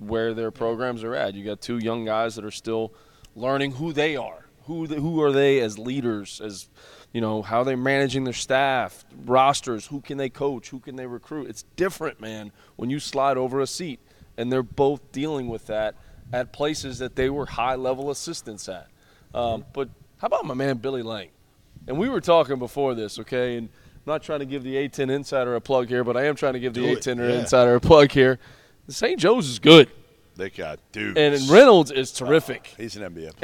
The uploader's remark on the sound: LIVE from Field of 68 Tip-Off at FAU! Live from Boca Raton at the first-ever Field of 68 Tip-Off.